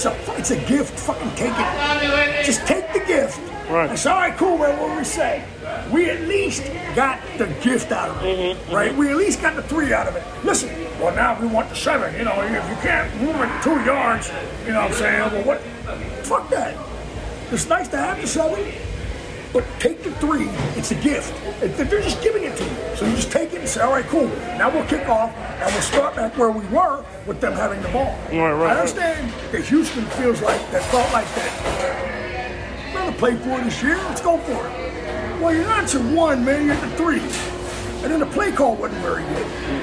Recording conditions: busy venue